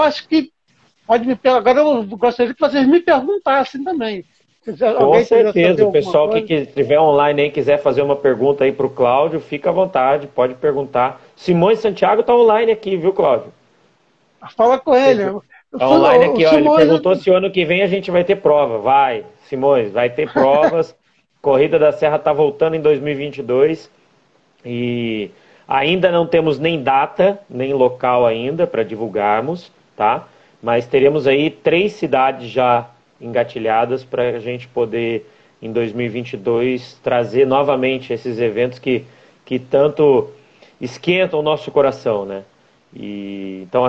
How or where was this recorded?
video call